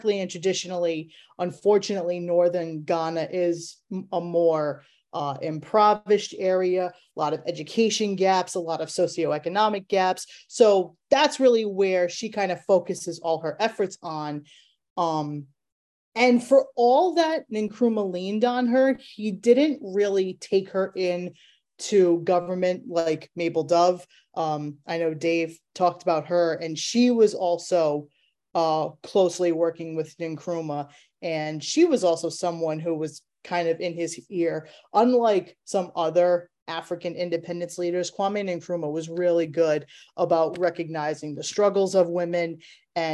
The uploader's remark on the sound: your four hosts are back around the (Zoom) table